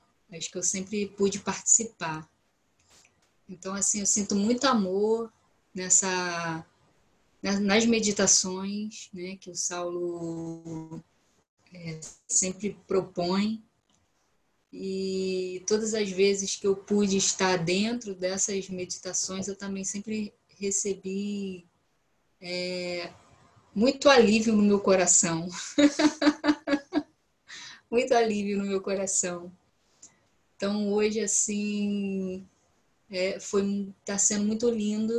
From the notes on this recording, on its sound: Online via Zoom.